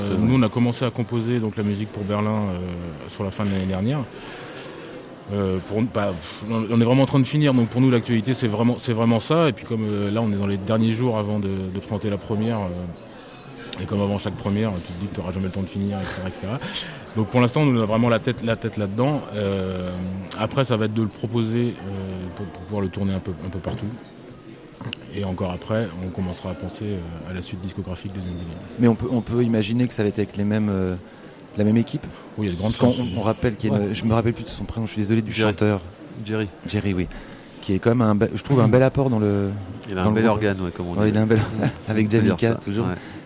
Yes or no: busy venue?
yes